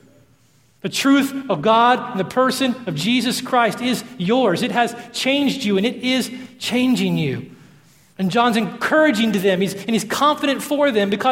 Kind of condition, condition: setting, large echoing room